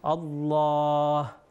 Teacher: اللہ میں جو ہے لام سے پہلے، بلکہ اس کے اندر فتحہ ہے الف کے اوپر، تو اس لیے یہ موٹا پڑھا جائے گا